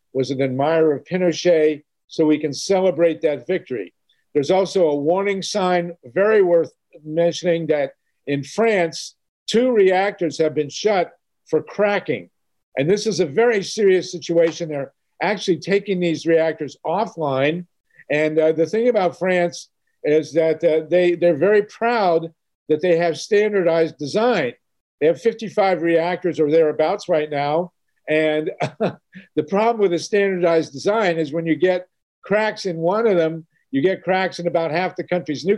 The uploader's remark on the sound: zoom gathering, with more than 90 people joining us